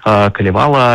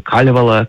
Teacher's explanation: Калевала или Калевала, как говорят местные, с ударением на первый слог · Shown in: second take